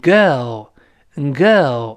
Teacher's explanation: 英联邦国家呢，就直接读成 girl，girl 他就去掉了那个卷舌音了